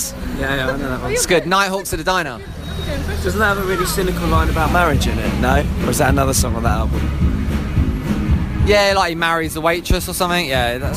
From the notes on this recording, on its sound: We are live on the London Underground for a rush hour slog on several crowded tube carriages. Among the crowds.